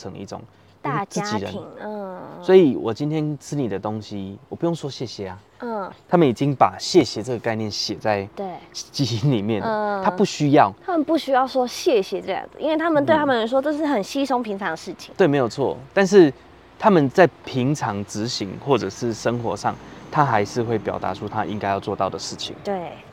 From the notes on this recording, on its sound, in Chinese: 哎呀這次我們忘記帶錄音介面上山了Ｑ。只能用一般的收音MIC來使用。這次選擇在戶外錄音所以在聲音上會有蠻多環境音的。另外本集有特殊的音響還請大家不要開太大聲以免被嚇到。